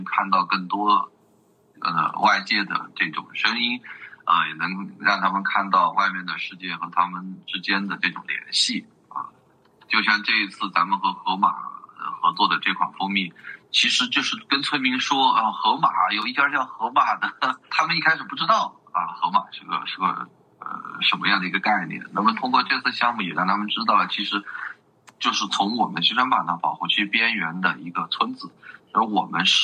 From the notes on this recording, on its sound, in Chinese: 由于三位聊天的人散落在中华大地的不同城市，因此本期的录制在线上完成，音质有所损失。